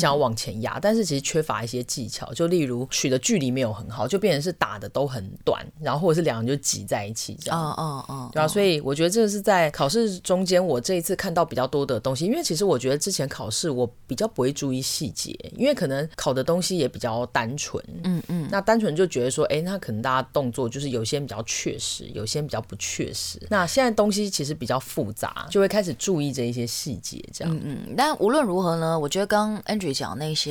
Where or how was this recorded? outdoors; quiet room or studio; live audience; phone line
quiet room or studio